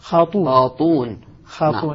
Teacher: أسقط الهمزة وأبدل الكسرة واو لتناسب الواو التي التي بعدها نعم.